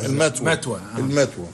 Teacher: ما زلنا نستعملها في العامية المصرية مع إبدال الثاء تاء. المتوى.